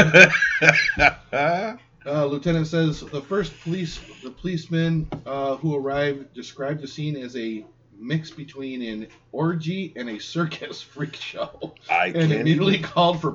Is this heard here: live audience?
no